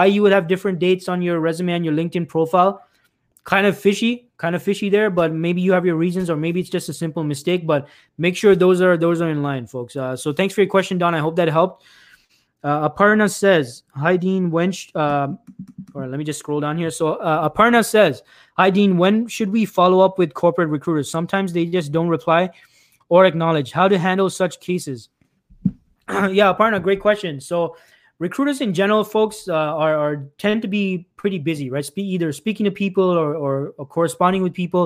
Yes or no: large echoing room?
no